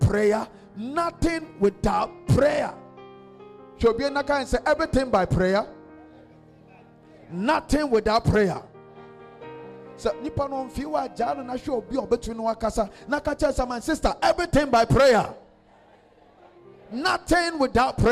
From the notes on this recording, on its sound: This message was preached at the Adjei Kojo Cathedral in Tema-East Constituency on the 21st of August 2022